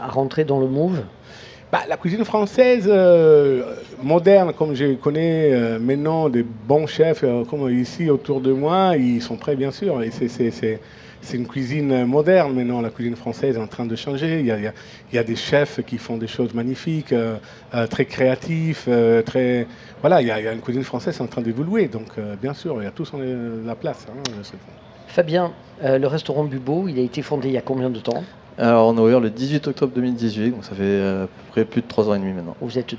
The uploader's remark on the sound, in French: Radio Grenouille au Street Food Festival 2022